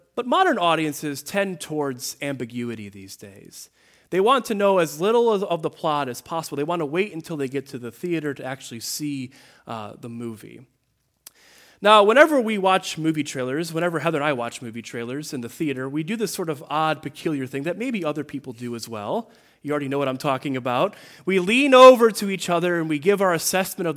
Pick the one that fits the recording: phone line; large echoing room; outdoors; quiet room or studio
large echoing room